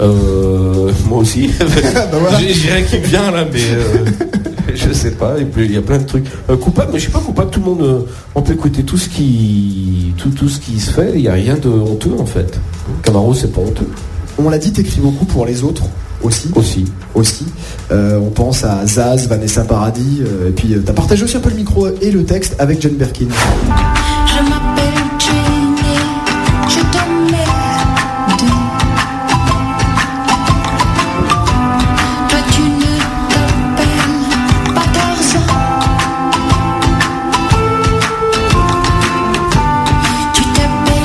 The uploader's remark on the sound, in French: sur la scène du quai des artistes